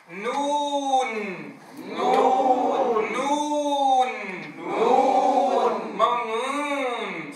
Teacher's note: اضم النون جيدا ثم اضم الشفتين عند الواو المديه مع اعطائها حقها من الزمن، وانتهي بالنون البينيه بزمن البينيه.